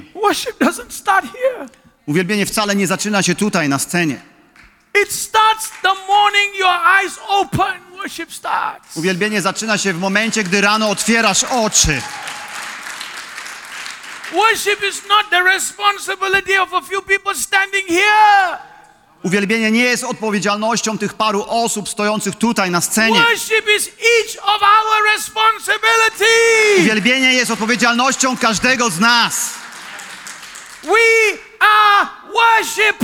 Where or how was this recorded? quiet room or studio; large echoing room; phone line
large echoing room